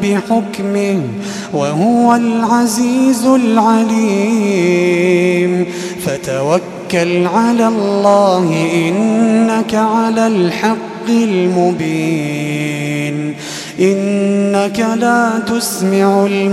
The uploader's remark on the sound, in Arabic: تسجيلات من صلاة التراويح لشهر رمضان عام 2016